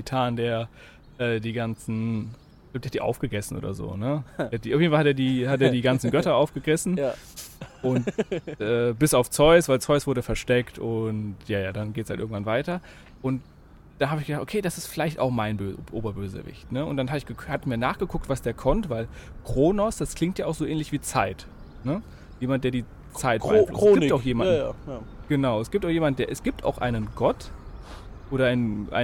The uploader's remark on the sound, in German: Heute bin ich mal wieder in der Welt unterwegs gewesen bei der Aufnahme